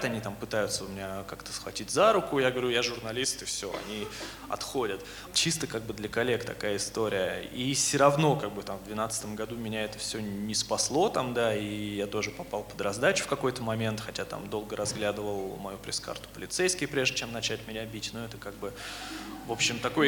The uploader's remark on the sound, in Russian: Live в Алматы. Мы провели первую открытую запись подкаста за пределами России — в Казахстане, на фестивале The Art of Storytelling.